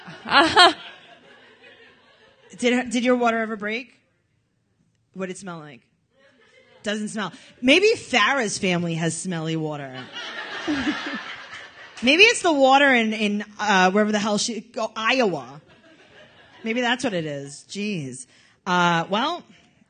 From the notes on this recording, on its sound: LIVE in NYC. With a live studio audience in NYC!